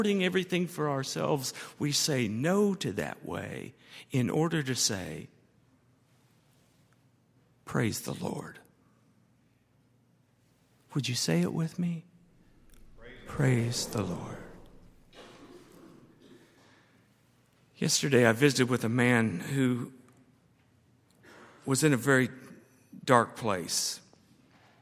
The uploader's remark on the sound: at Highland Baptist Church